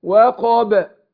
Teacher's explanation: فخم القاف وبعدين القلقة للباء